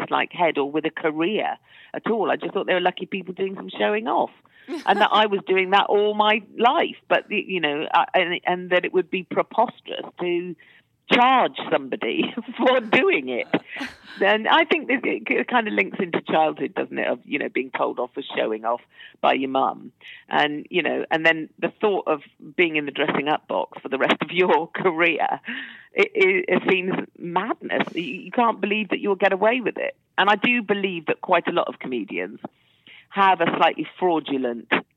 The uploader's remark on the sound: joins us on the phone